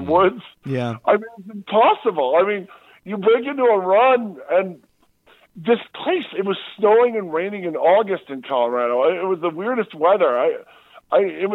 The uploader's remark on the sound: We take a fun phone call from podcaster, actor, writer, etc